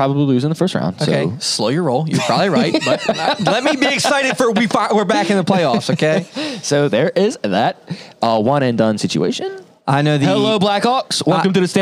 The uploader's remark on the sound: Studio Audience